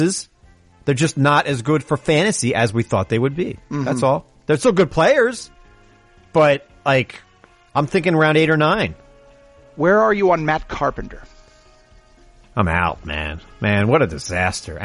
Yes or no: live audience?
no